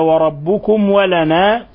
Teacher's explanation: طيب إذن قل أتحاجوننا في الله وهو ربنا وربكم ولنا، قلنا هنا ميم ساكنة جاء بعد حرف الواو، الحكم التجويدي إظهار شفوي